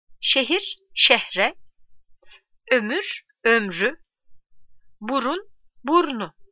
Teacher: Sözcüğün ikinci hecesinde dar ünlü, ı, i, u, ü bulunan sözcüklere ünlü ile başlayan bir ek getirildiğinde ikinci hecedeki dar ünlü düşer. · Term: Ünlü düşmesi